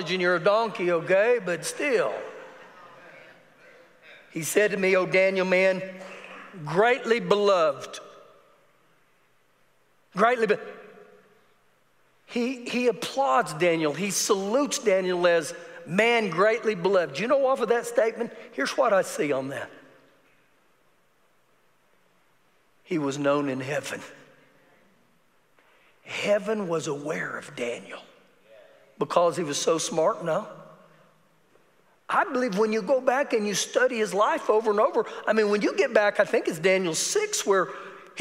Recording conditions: large echoing room